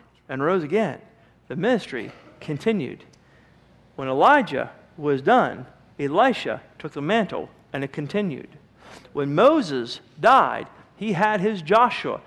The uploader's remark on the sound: Sermon was recorded April 19, 2009 at Northside Baptist Church of Elkhart, Indiana